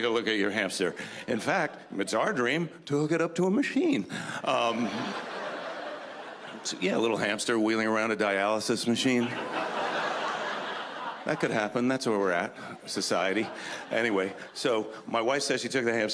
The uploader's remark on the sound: brings his observations to the 2013 Just for Laughs Festival in Montreal